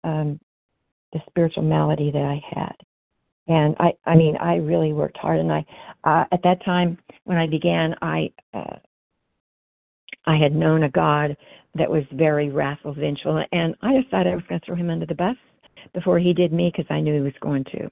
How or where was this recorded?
phone line